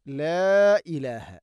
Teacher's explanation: ലാ ഇലാഹ മദ് മുൻഫസിലാണ്, നാലോ അഞ്ചോ ഹർക്കത്തിൻ്റെ ഖദർ നീട്ടാവുന്ന മദ്